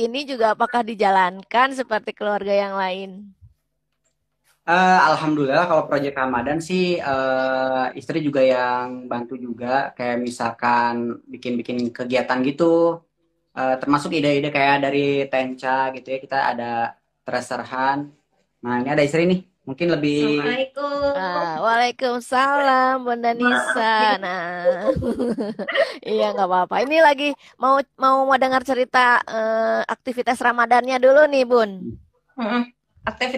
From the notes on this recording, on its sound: via IG Live